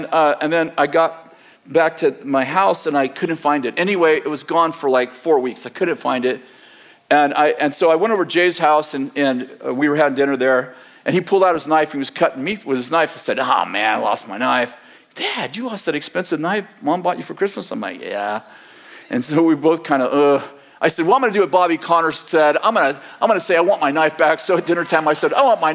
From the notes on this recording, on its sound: In this sermon delivered on February 11th, 2024, at Bethel Church in Redding, CA